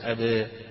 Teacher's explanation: التقليل يعني لا فتح مفتوح أبا ولا إضجاع أبي، ولكن بين الاثنين